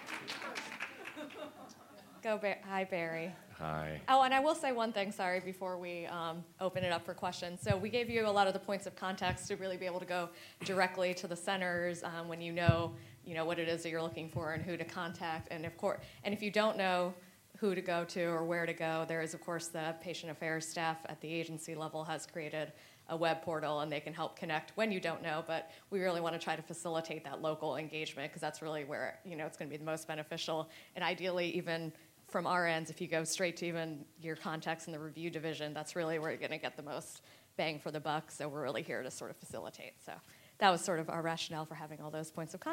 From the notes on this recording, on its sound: First recorded at the 6th annual Patients as Partners US conference.